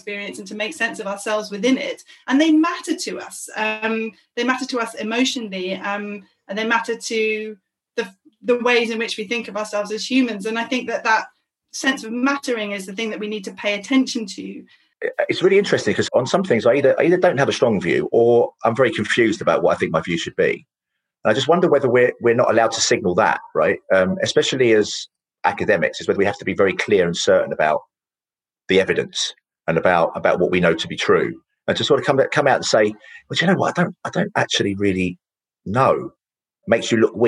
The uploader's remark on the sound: In this bonus episode, recorded in front of a live virtual audience.